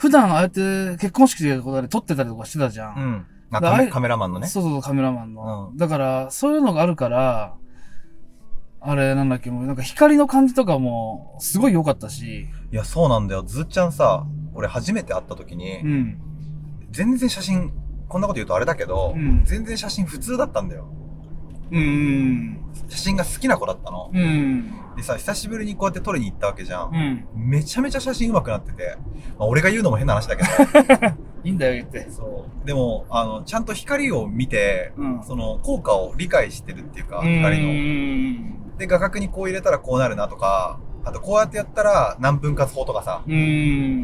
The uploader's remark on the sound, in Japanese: 動画撮影の現場に行って興奮した帰り道に撮ったポッドキャストです。